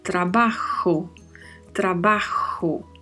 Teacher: Letra J então pronunciamos com esse som semelhante a um R, mas vindo mais da garganta